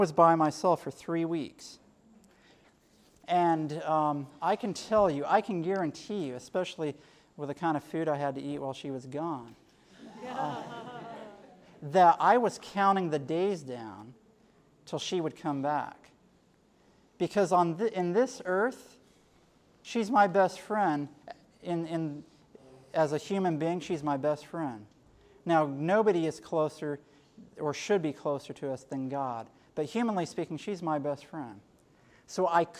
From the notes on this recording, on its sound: Sermon given at Generation For Christ 2010 Conference at Camp Balandra in Balandra, Trinidad on July 30, 2010